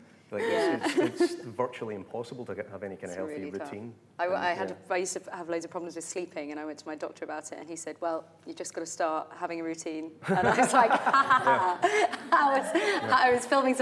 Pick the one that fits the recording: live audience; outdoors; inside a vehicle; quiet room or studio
live audience